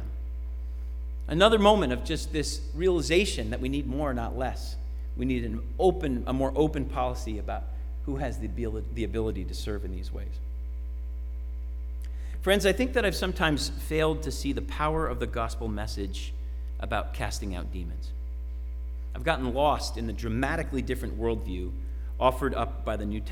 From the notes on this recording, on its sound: Sermon preached at RCHP on September 26, 2021.